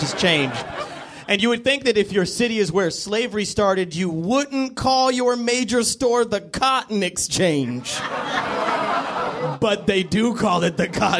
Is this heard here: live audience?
yes